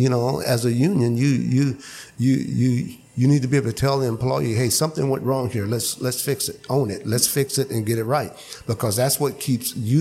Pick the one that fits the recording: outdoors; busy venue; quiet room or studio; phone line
busy venue